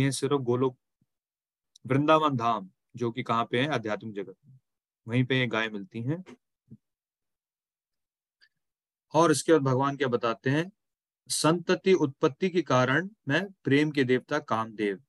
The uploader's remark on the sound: Zoom recorded session.